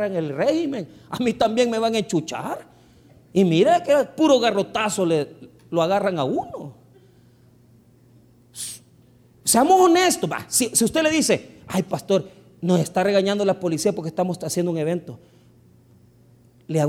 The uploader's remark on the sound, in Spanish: el 21 de Septiembre del 2023 en nuestro Culto de Estudio Bíblico del dia Jueves